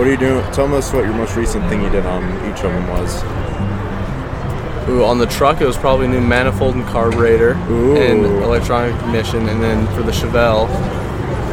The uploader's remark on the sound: At The Riverton Chevrolet Car Show. We sit down with two special guest.